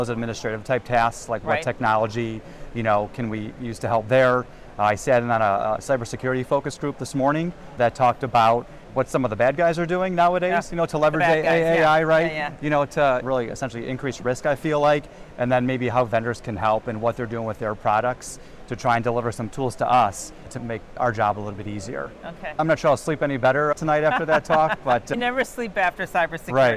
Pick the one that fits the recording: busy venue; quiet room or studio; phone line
busy venue